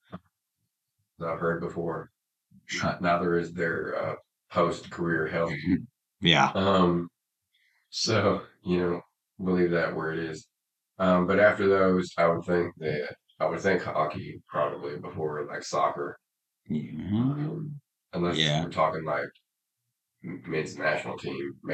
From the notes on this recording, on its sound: This is the last of the episodes with sub-par audio quality.